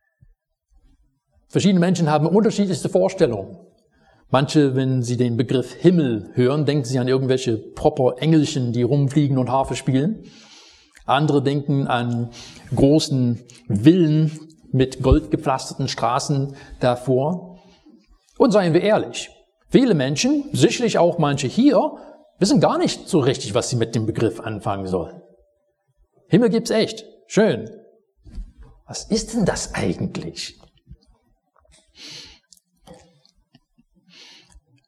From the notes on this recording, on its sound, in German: Predigt aus dem Gottesdienst vom 21.